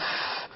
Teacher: الفاء قد خرجت من باطن الشفة السفلى مع أطراف الثنايا العليا